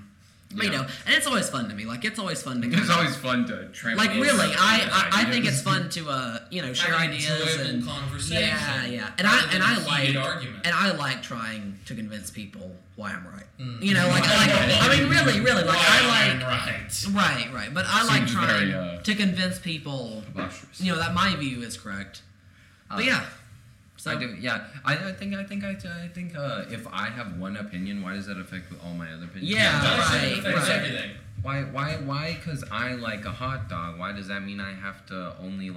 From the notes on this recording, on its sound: Sorry for the bad audio quality, we had some mic issues.